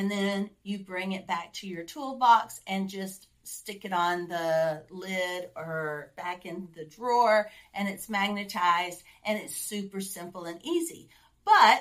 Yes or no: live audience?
no